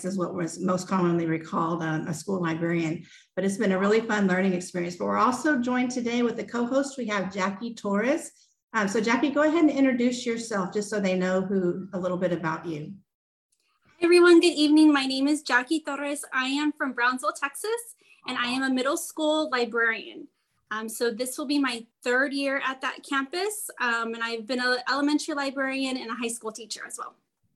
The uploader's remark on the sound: This podcast is a recording from a Zoom event held with middle school librarian.